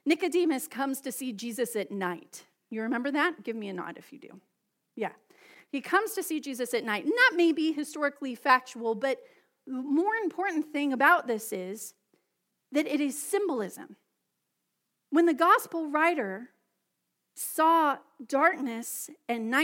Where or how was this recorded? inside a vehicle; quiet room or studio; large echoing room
large echoing room